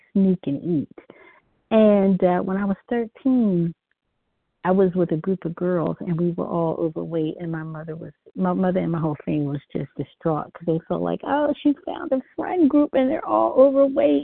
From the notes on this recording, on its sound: from the 100 Pounders Phone Meeting, 4/22/23